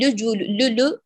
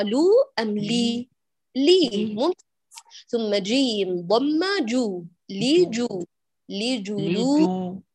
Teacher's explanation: أنت جعلتي من اللام مضموما متأثرا بالضم المجاور، وهذا خطأ · Shown in: first take